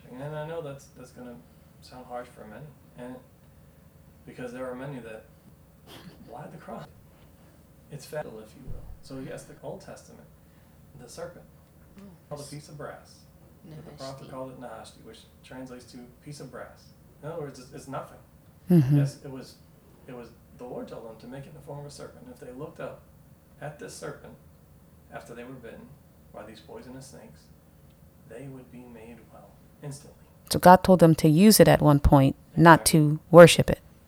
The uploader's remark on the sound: this message's audio has been affected due to glitch in our new recording equipment